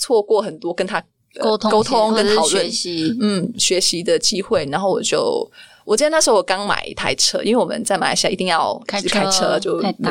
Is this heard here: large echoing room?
no